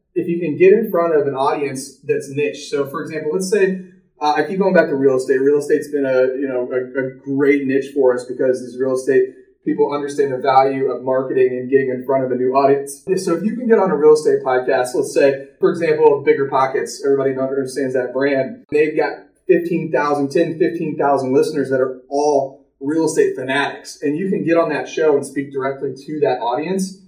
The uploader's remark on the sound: Please forgive the hollow sound! This was a You Tube video... New microphone on the way!